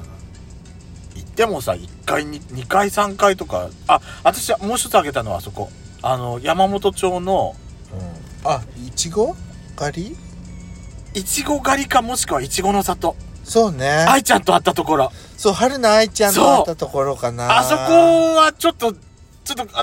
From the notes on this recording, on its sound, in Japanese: パーキング収録